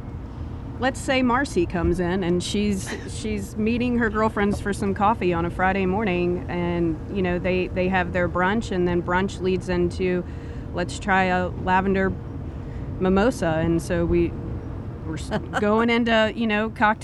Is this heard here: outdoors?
yes